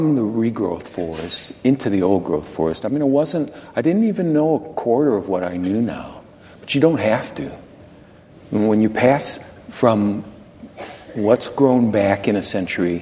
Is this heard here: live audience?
yes